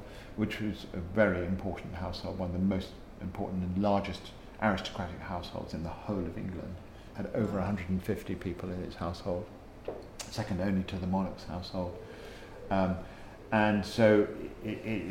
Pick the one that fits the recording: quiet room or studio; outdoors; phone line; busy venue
busy venue